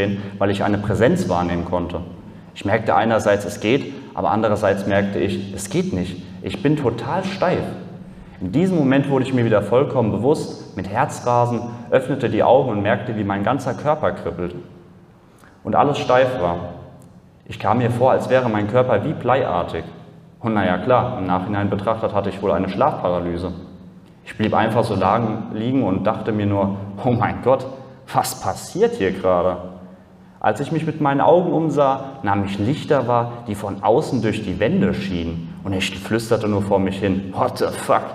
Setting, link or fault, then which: setting, live audience